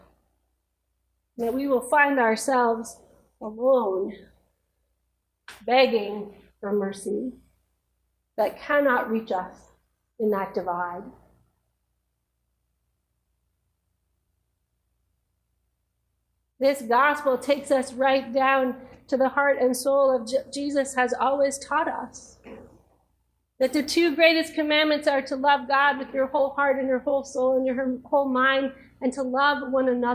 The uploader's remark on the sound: Each weekly podcast episode is a live recording from our church in San Jose, California of the Gospel reading followed by an Episcopal Sermon based on that reading.